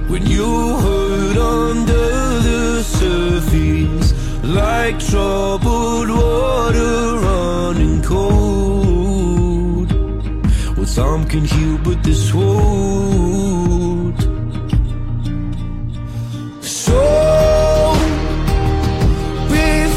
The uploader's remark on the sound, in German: Campus Radio Liechtenstein war live bei der Eröffnung der Wanderausstellung zum Thema "Leben und Lebensende" auf dem Peter-Kaiser-Platz dabei.